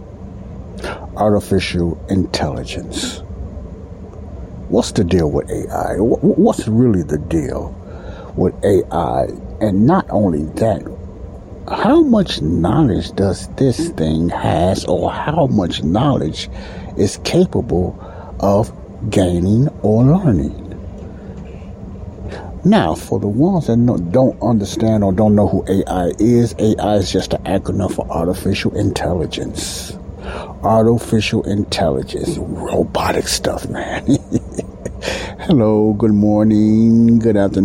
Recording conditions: background noise